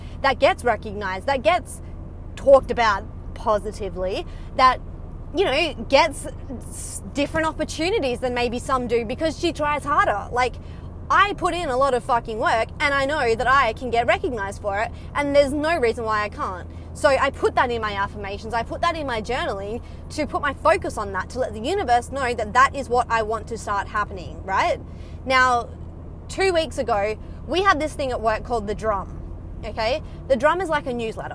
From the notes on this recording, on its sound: Casual chats while driving home from work